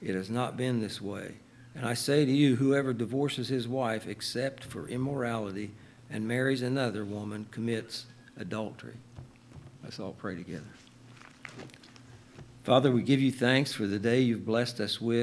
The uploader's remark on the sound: LIVE Services at Sunshine